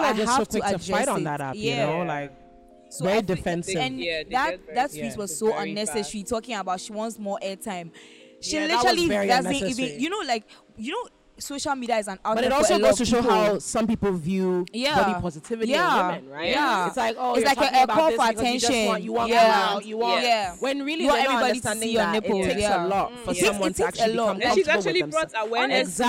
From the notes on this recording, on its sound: It’s beach day with the roomies as we take our recording to the beautiful Rehab Beach Club.